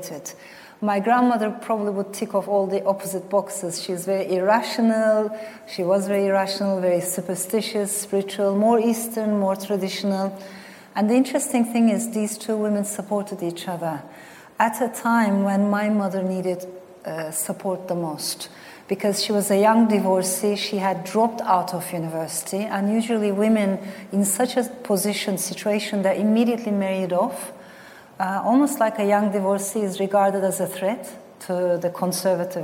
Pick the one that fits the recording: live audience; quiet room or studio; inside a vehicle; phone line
live audience